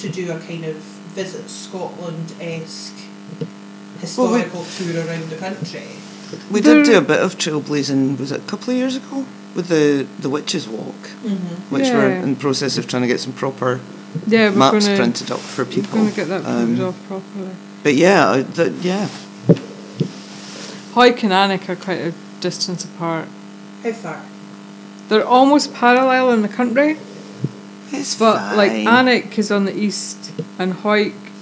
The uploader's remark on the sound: We are aware of some sound quality issues in this episode and we apologise